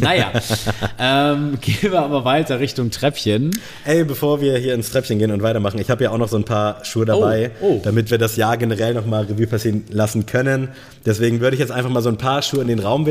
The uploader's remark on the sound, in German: Danke an Allike, dass wir in eurem Store die Aufnahme realisieren konnten.